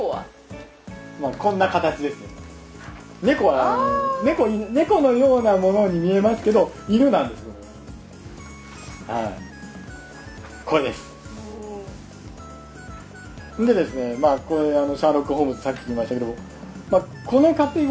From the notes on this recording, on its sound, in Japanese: イベントの配信です。ムービーカメラでの収録ですのでノイズ入ってます。